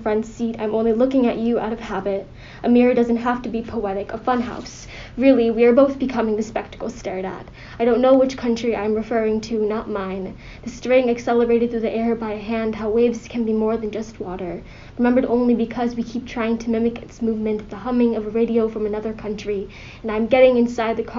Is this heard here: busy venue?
no